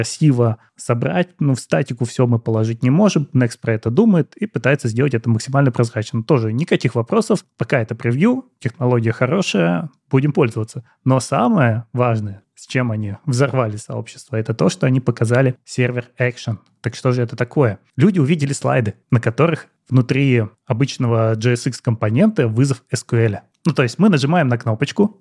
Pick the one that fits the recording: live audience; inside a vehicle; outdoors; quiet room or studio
quiet room or studio